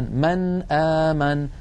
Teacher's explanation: فيقرع اللسان مخرج النون عند الهمزة ولا يتأثر بمجاورتها أبدا · Term: إظهار النون الساكنة